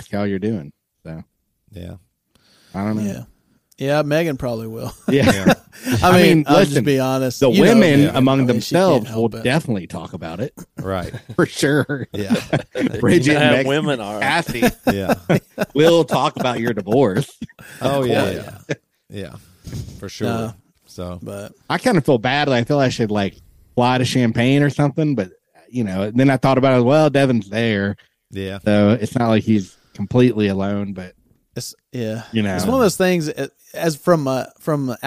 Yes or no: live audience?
no